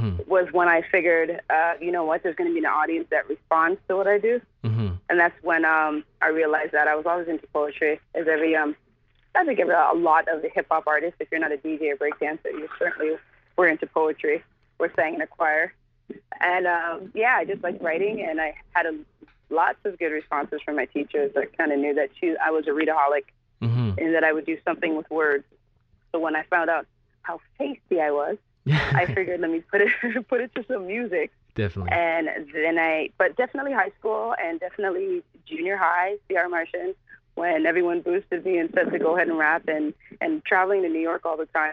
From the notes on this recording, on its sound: called into our radio show